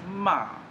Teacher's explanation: And then the last tone is ma. It starts high and drops down to the bottom.